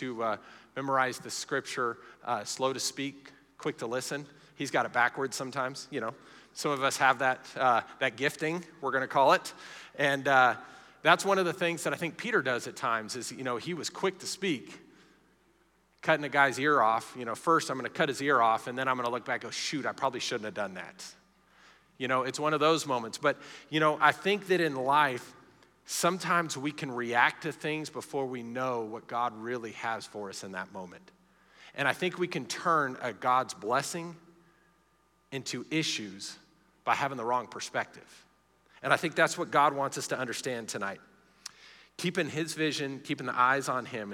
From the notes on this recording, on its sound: Recorded live during our Wednesday night service